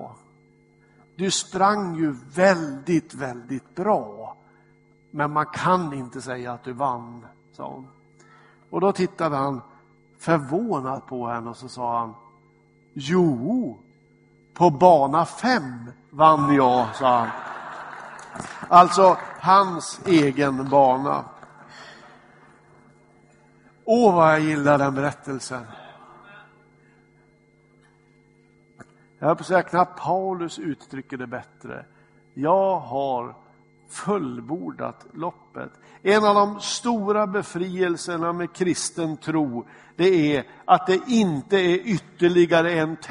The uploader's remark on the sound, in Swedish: Inspelad i Smyrnakyrkan, Göteborg.